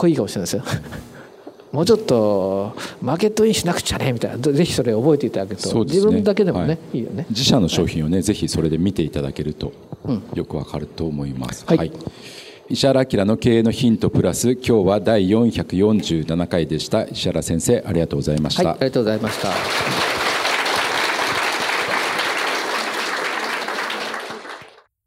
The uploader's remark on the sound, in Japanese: 大阪公開収録